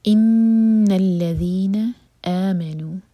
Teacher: آمنوا سٹریچ کے بعد ما پر زور